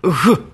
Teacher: То есть это звук не со взрывом, а с щелью. · Term: фрикативный